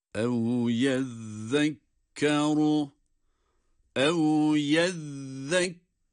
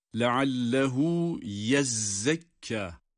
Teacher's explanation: Yezzekkeru kelimesindeki zal harfidir. Dolayısıyla peltek okunmaktadır. · Shown in: first take